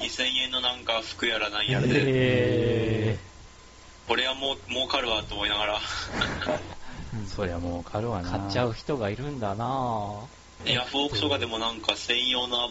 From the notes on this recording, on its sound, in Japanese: 音のチューニングが上手く行かず音質が悪いです